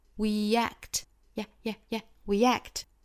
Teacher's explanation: We 这个词大家一定要注意啊，不要发成了 V.或者是 we，我们一定要注意看到音标有这个 w 这个音标的时候，一定要嘴巴去嘟一下，去发呜呜呜呜呜这样的口型啊，要嘴巴向前聚拢，向前突出这样的一个口型，再去加后面的这个元音呢，应该是 we，从前面向前突出的这个动作去过渡到后面这个 e 的口型，不要直接就 we，应该是 we， sometimes weact。We 和后面的 act 做连读，我们加一个小小的 ye 的发音哈，这属于元音加元音连读加 ye。